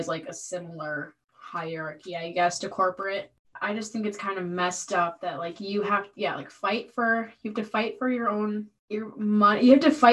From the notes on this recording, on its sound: This is our first virtual podcast, so we promise the audio will be better going forward.